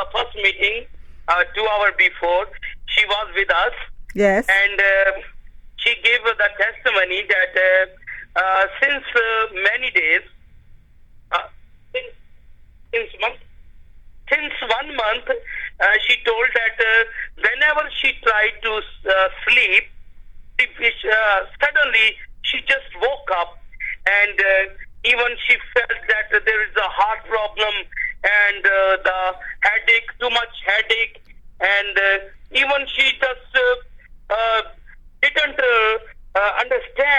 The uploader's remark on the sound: speaking via phone to group in Pakistan